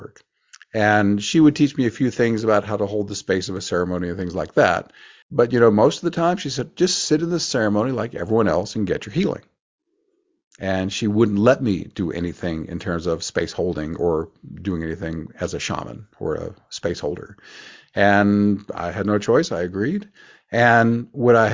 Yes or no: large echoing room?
no